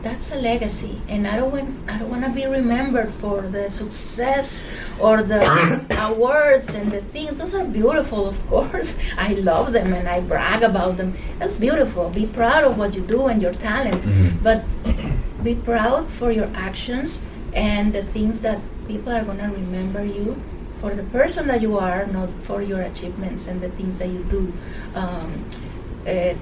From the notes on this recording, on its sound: WE APOLOGIZE FOR THE AUDIO ISSUES TOWARD THE END OF THE EPISODE